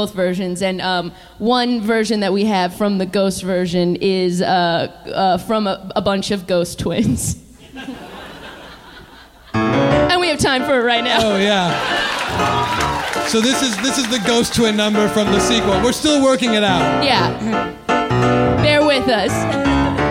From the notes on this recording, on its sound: Live from The Independent. From The Independent in San Francisco.